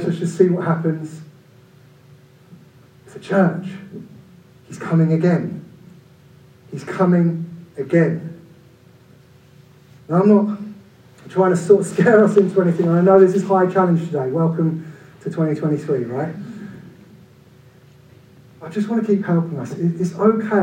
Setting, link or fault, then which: fault, poor sound quality